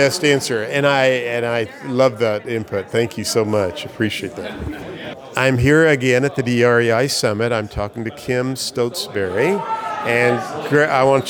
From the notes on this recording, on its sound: I was at the REEA Real Estate Educators Conference in Scottsdale, AZ, and interviewed some of the best minds and top real estate instructors from around the United States.